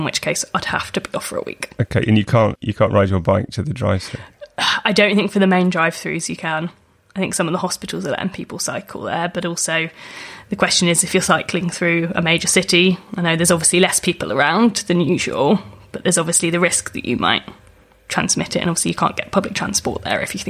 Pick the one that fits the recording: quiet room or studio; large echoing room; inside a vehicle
quiet room or studio